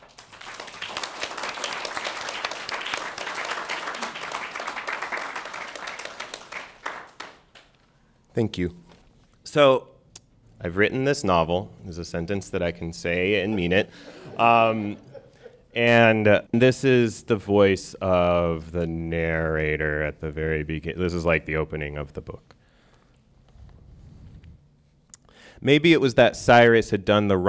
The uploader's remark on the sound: A special event, recorded in front of a live audience at Literary Arts event space in downtown Portland. This event was part of a partnership with the Alano Club of Portland and their Artists in Recovery series.